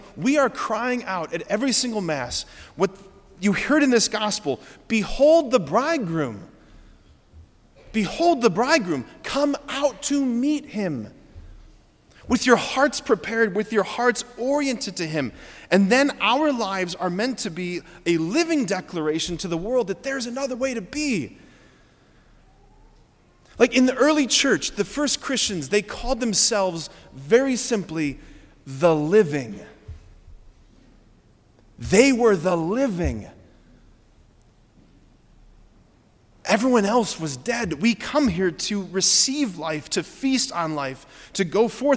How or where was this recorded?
large echoing room